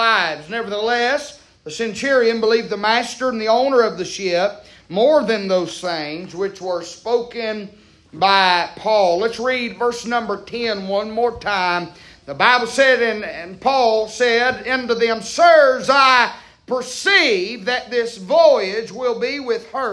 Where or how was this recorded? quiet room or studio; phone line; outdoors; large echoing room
large echoing room